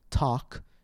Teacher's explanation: in the word talk, T-A-L-K, the L is silent · Term: Silent L